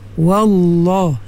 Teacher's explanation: Wa nipis, lam yang tebal.